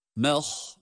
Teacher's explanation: Ha kalın. Mim ince ha kalın.